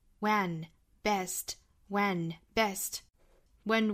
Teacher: 这个 when 呢和后面的这个 best 里面的这个元音其实它的开口度是一样大的